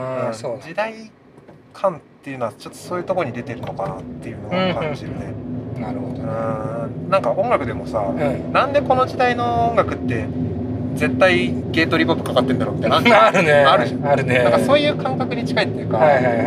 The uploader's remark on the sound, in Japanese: 今回は彼とラーメンを食べに行く道中、ドライブでの会話を収録しました。